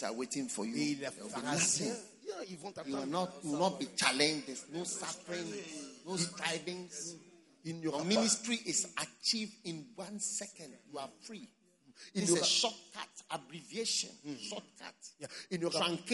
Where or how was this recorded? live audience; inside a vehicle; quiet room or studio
live audience